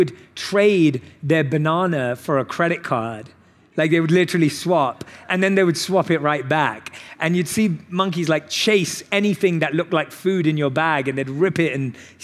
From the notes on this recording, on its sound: on stage at In goop Health